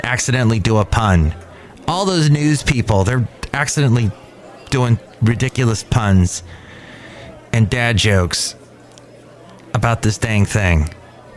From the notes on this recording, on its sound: podcasts live from Cafe Anyway